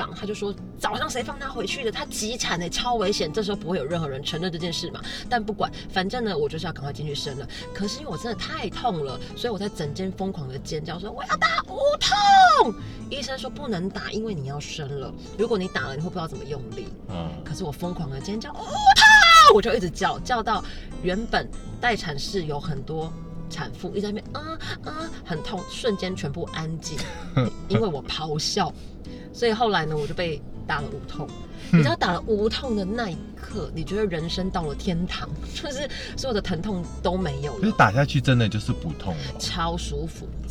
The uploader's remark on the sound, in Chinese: 這集部分是在車子裡面錄音，抱歉了爛音質